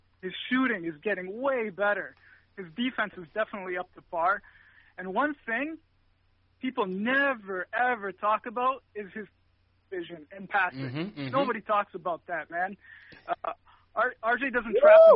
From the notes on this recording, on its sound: take live phone calls from fans around the world